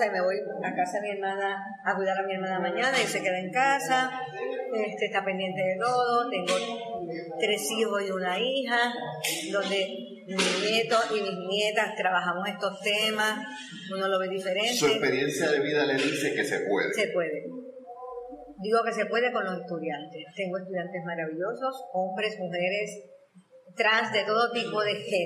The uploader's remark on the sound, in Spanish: Estas conversaciones fueron grabadas en el salón de vitrales en el museo de la historia de Ponce.